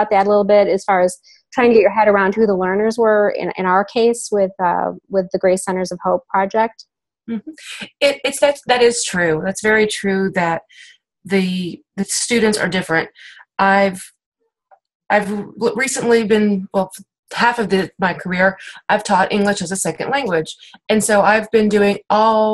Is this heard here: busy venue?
no